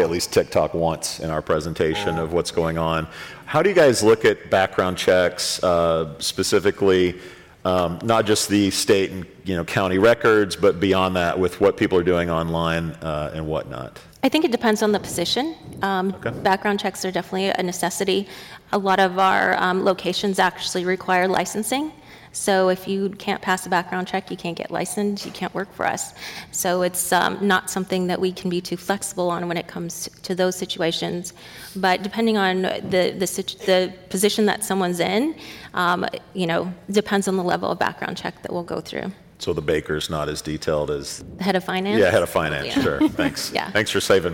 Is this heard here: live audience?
yes